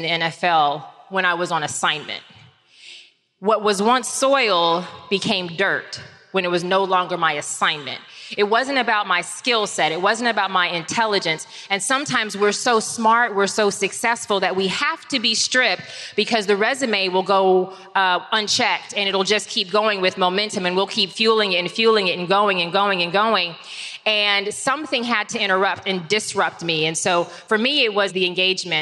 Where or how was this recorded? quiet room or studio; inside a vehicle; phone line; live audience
live audience